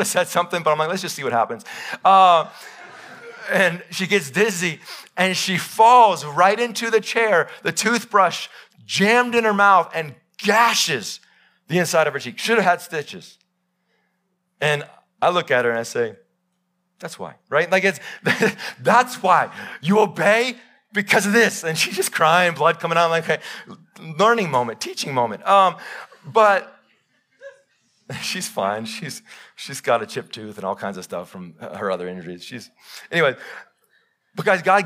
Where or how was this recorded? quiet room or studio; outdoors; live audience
live audience